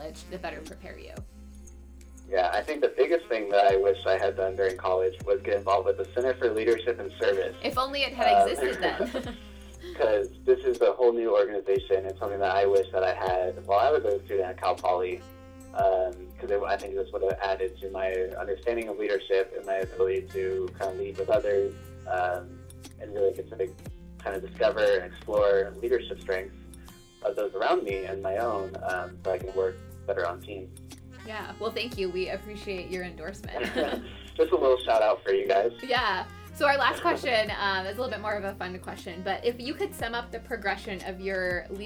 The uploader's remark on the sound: Our first over the phone interview!